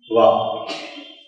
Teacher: It touches a letter which is in between, namely vakara. Va is a dentolabial sound. Va. That means your teeth should touch the lips.